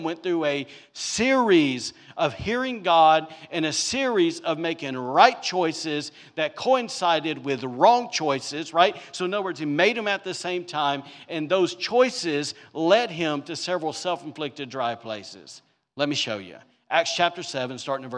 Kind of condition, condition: setting, large echoing room